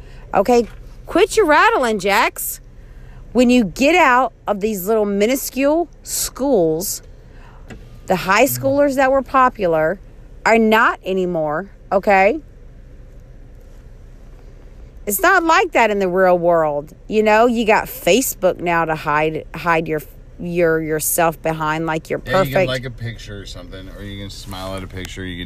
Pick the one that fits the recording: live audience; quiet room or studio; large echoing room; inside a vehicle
inside a vehicle